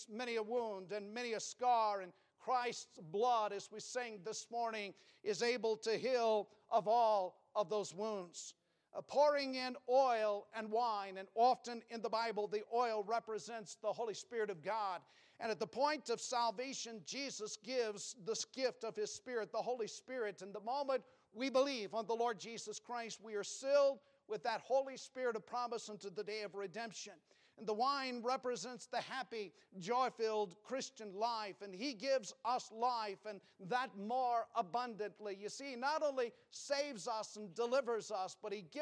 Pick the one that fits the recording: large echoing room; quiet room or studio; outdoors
large echoing room